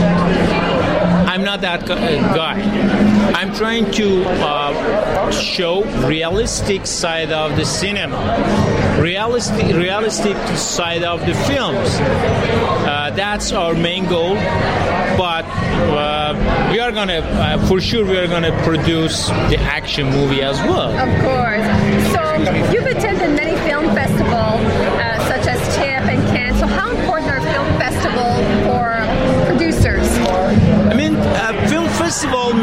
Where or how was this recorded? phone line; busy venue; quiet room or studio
busy venue